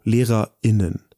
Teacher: Eine ganz kurze Pause zwischen den Silben Lehrer und Innen. Das nennt man Glottisschlag.